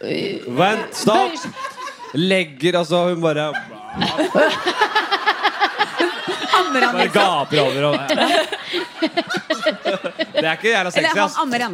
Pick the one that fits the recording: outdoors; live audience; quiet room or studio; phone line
live audience